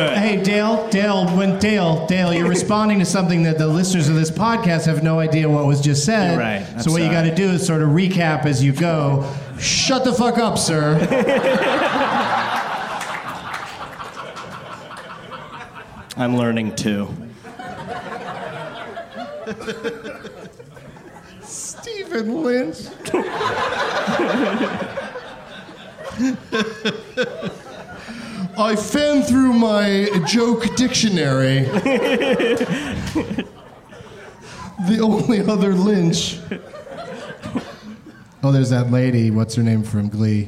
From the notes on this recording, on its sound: Live from the Improv in Houston.